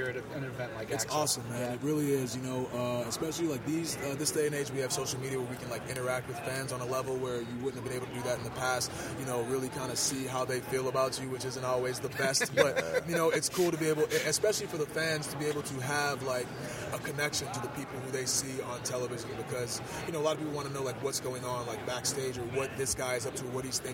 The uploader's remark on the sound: Live from WrestleMania Radio Row. LIVE from Radio Row at WrestleMania 32!